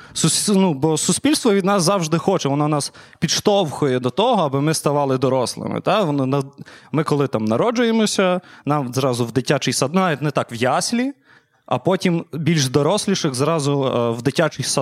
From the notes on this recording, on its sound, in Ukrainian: Запис здійснено у кавярні KARP coffe. Потужностями студії "Дві Сімки" та "радіо Скорбота".